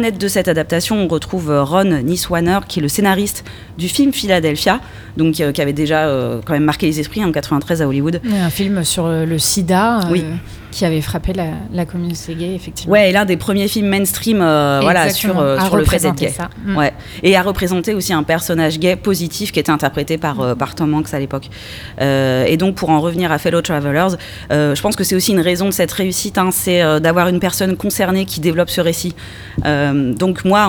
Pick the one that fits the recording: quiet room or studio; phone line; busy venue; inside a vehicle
busy venue